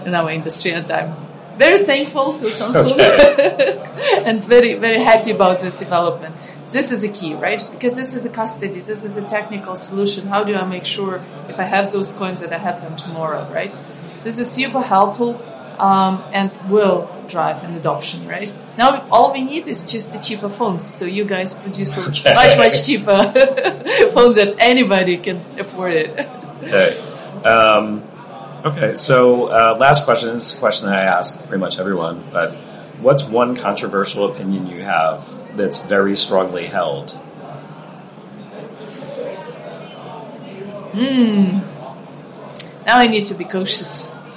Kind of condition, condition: setting, busy venue